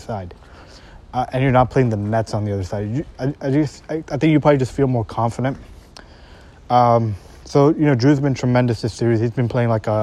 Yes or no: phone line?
no